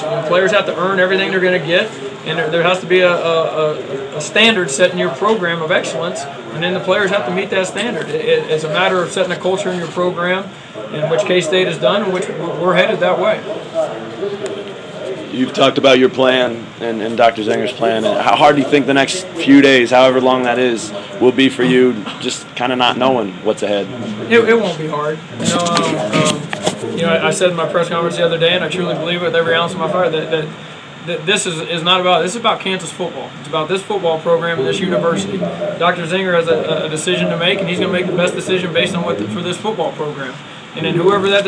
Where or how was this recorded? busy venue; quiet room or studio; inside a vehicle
busy venue